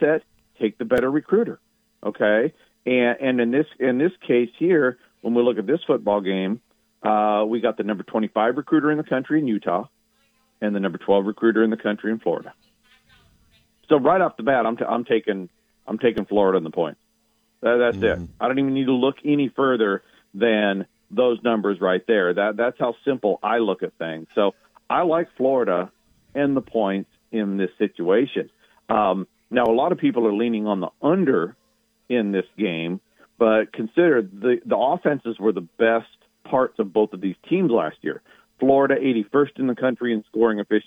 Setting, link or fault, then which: link, phone line